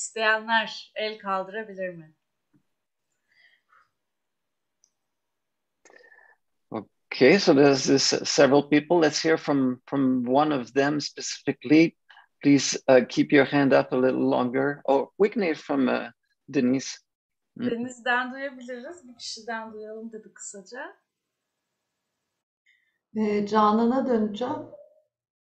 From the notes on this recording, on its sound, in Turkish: Zoom üzerinde